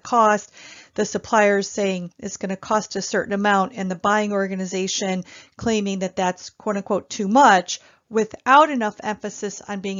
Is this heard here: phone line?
no